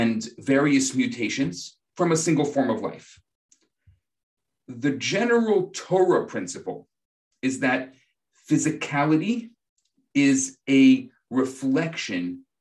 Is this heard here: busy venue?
no